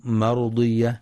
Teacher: وكلمة مرضية الراء مفخمة لأنها ساكنة وقبلها فتح